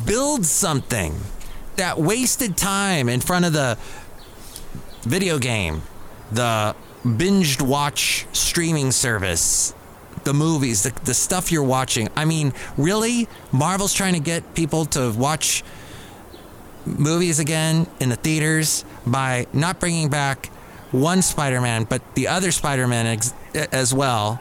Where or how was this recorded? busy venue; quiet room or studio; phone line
busy venue